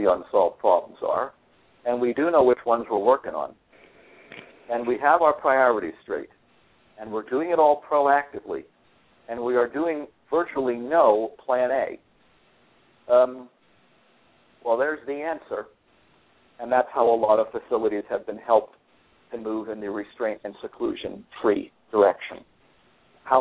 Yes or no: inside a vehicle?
no